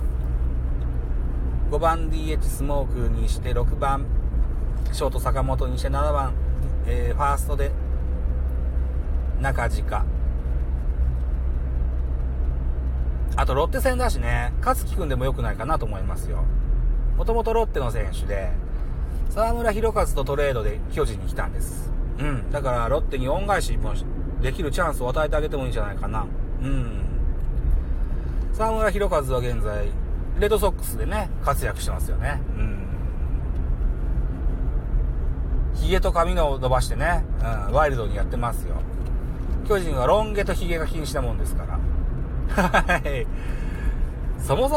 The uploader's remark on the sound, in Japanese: 胸ポケットin Live 帰宅の道中ドライビング。